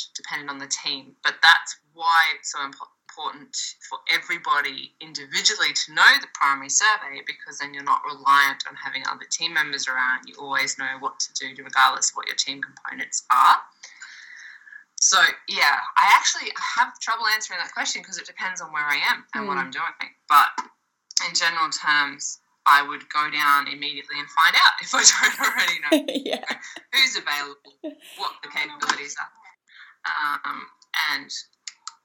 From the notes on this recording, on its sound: Slightly poor audio, we'll blame the 10 573 miles between us.